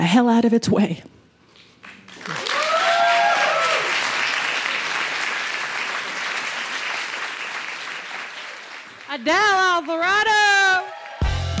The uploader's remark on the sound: Told this story in front of a live audience at Buntport Theater in Denver, Colorado.